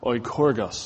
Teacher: with the emphasis on the last syllable